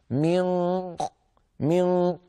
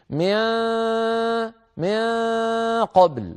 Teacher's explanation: يتحول كامل الصوت إلى الخيشوم ويرجع لسان المزمار إلى الوراء مسببا ضيقا في الحلق، فيتصعد الصوت إلى الخيشوم واللسان أقصاه مرتفع · Shown in: first take · هكذا من، اسمعوا جيدا، من بحيث لو سددت أنفي ينقطع الصوت كله لأني لم أترك له طريقا يمر منه. · Term: النون المخفى